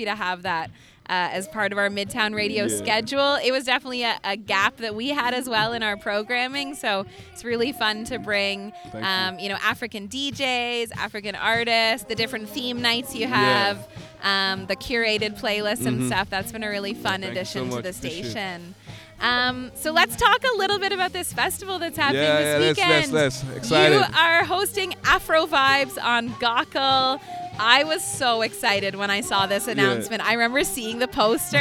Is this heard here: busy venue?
yes